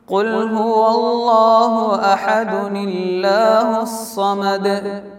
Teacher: ആദ്യത്തെ നൂനിന് കസ്ര ചെയ്യേണ്ടതായി വരുന്നു. അപ്പോൾ അഹദുനില്ലാഹു എന്നാണ് ഓതേണ്ടത്.